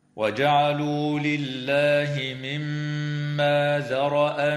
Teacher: تغن الميم المشددة في كلمة مما بمقدار حركتين